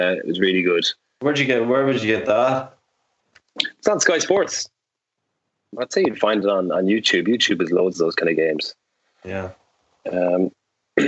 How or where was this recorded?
video call